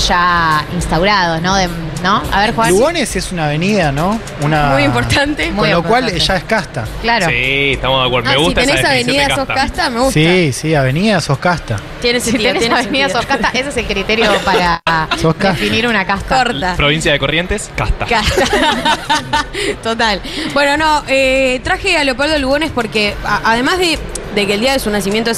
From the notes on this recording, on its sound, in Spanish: ¡Desde La Feria del Libro! Los problemas de sonido no son importantes porque tuvimos un programón en La Feria del Libro!